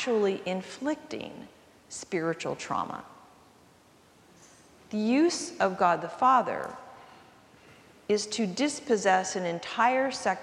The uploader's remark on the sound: recorded live at the 10:00am service